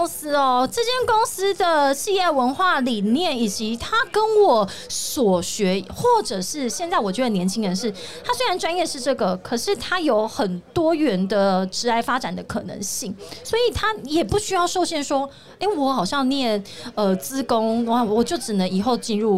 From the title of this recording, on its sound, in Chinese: VISION 2022 臺大校園徵才博覽會-Live Podcast